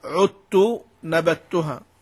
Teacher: وكذلك أدغم الذال في التاء من عذت ونبذتها